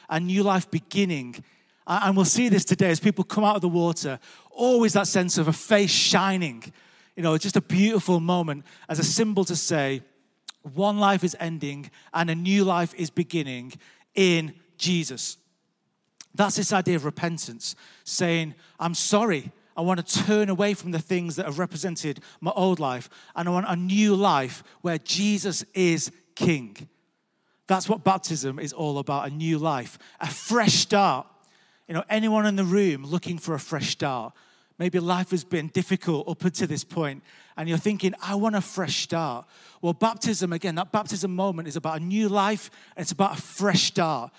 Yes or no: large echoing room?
yes